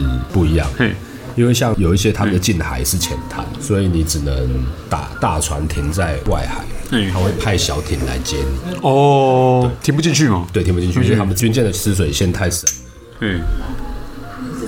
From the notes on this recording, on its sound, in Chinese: 本集白噪音指數：微風級 2/5。錄音地點： 黝脈咖啡。